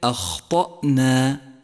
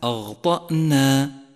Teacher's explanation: إذا أهملت صفة الهمس لحرف الخاء انقلب غينا · Shown in: first take